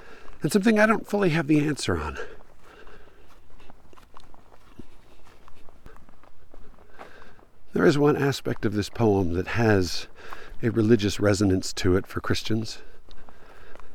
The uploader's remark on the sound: It's a lunchtime post -- or, rather, it's a lunchtime recording. I took a hike at lunchtime and recorded while I was hiking (literally, which is why my breathing is a little more apparent than usual).